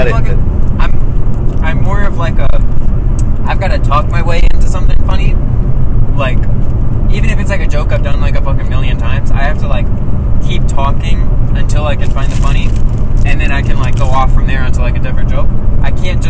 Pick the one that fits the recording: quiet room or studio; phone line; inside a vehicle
inside a vehicle